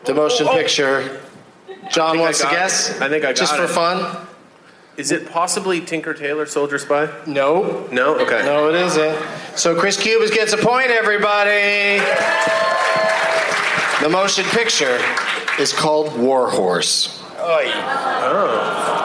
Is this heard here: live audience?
yes